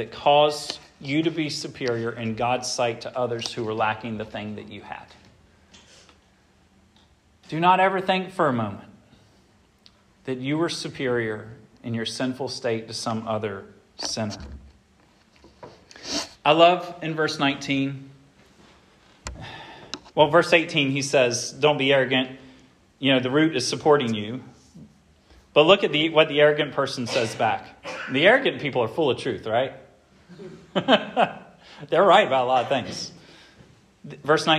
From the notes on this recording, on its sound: This sermon was preached at Hope Fellowship on Oct.